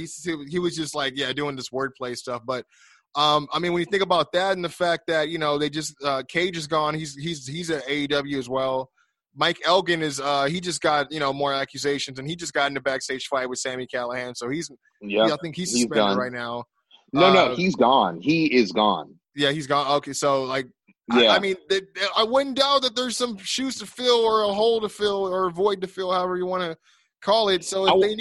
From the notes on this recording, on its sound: via Zoom